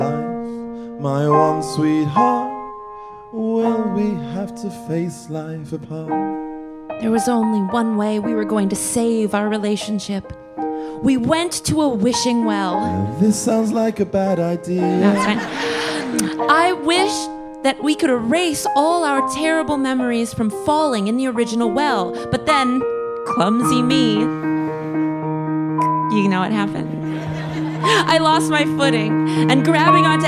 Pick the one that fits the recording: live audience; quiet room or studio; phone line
live audience